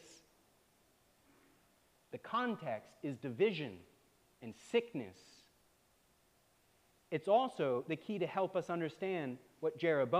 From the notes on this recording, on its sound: preached at All Saints Anglican Church in Charlottesville, VA on October 15, 2023